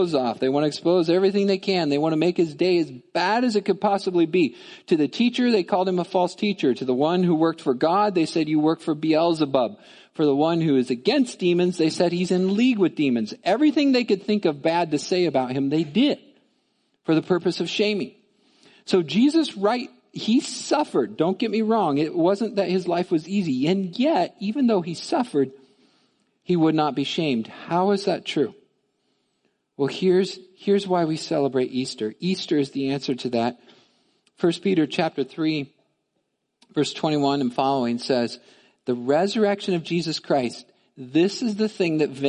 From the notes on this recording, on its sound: Midland Evangelical Free Church Sermon Audio